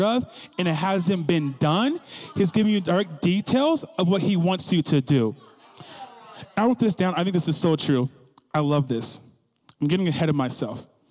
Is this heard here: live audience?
yes